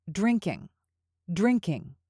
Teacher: We don't make the G sound. It should be drinking, drinking.